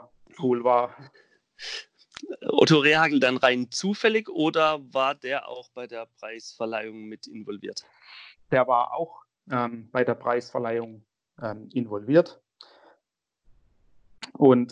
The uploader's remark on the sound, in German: Aufgrund der Corona-Verordnung diesmal über Skype